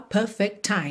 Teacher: Perfect termina em T, time começa em T. É claro que você faz um T só.